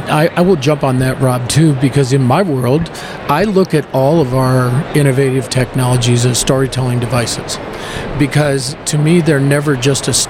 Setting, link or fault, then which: setting, busy venue